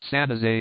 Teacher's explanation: generally pronounced San Jose, emphasis on last syllable